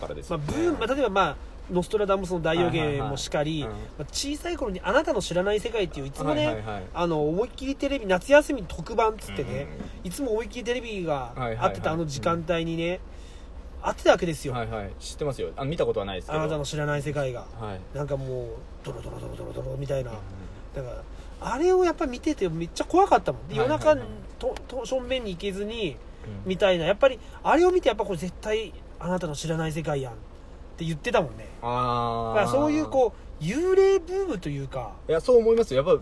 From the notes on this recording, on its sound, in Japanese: いつもの営業車の中で無駄話